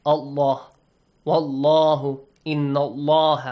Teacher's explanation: You produce a heavy sound with the letter lam.